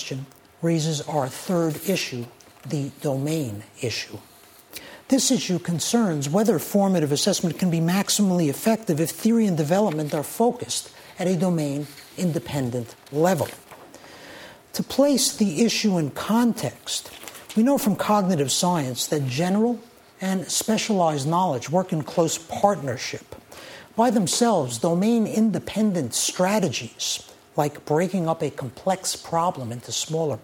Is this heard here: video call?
no